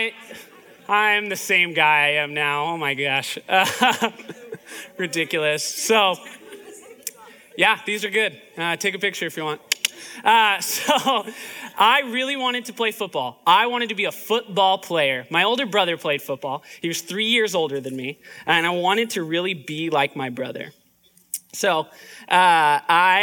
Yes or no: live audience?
yes